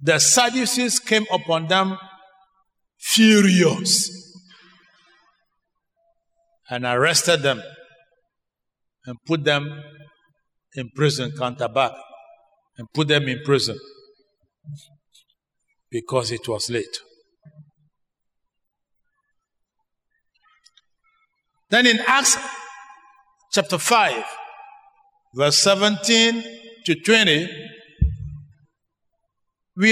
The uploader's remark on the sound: Sermon preached at CBC Shiashi Campus